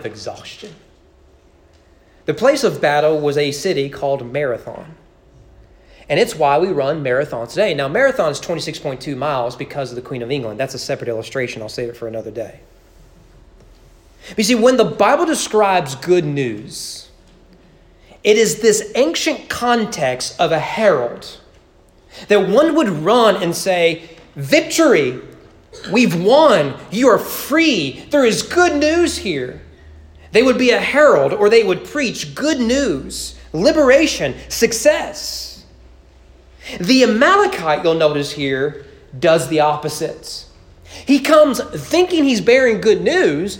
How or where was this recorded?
large echoing room